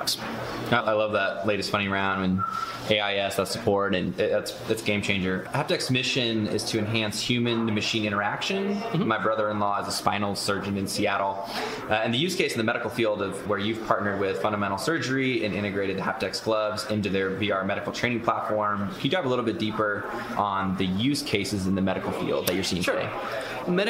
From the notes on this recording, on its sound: Live from CES 2020 in Las Vegas!